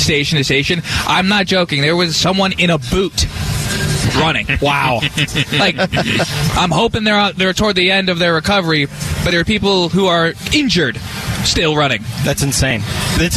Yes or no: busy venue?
yes